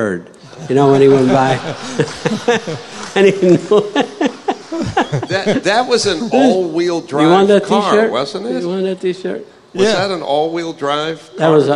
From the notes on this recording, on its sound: Live on stage at The World of Speed Motorsports Museum in Wilsonville, Oregon. Answer questions from the audience.